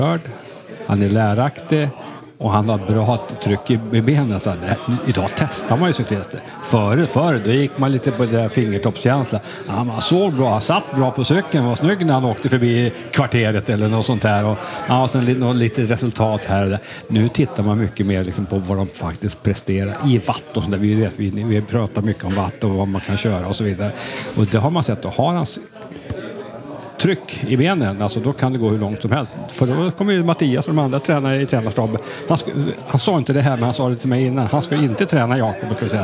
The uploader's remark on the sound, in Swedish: Live från Meter Bikes i Stenkullen